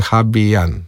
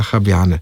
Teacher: Naglas na prvem zlogu. · Shown in: first take